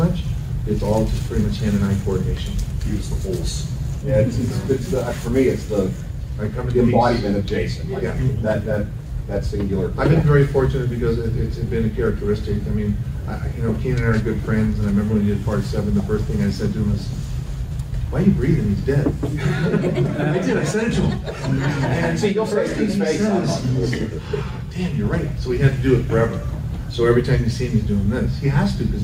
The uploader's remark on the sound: HORROR REALM 2023 PANEL. At Horror Realm Convention 2023.